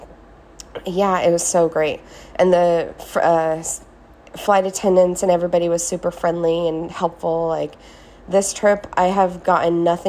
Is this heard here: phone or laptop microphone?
yes